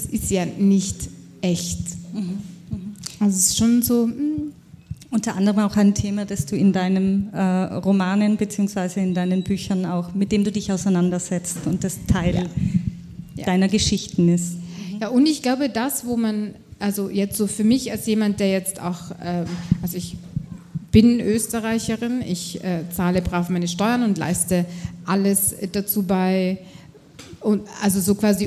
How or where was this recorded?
busy venue